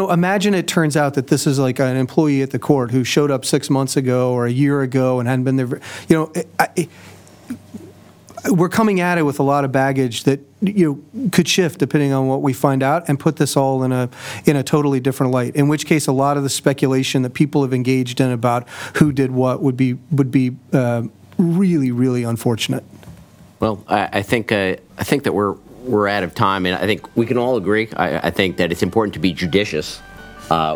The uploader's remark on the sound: This panel discussion, from the Gray Center’s May 25 Capitol Hill Conference